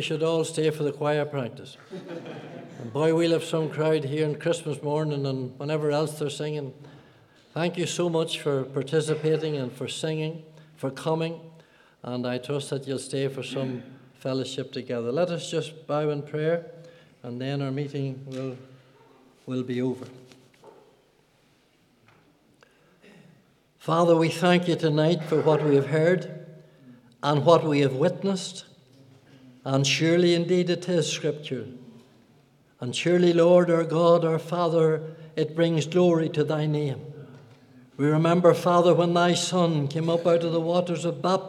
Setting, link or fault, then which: setting, large echoing room